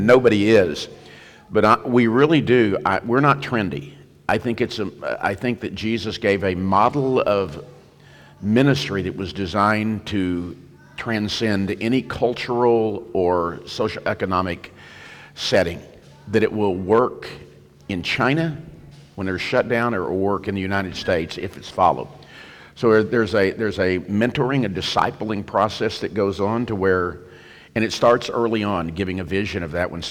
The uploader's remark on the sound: Hosted live at The Crossings Church St. Charles County in O’Fallon, MO. This content was featured at the 2023 Campus Ministry United Workshop: Beautiful Feet.